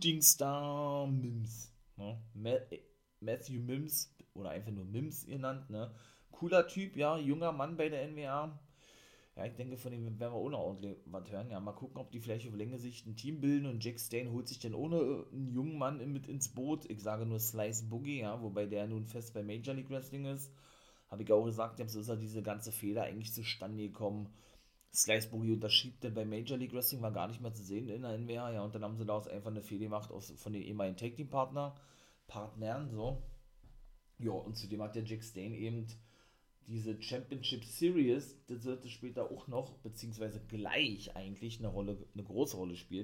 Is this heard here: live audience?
no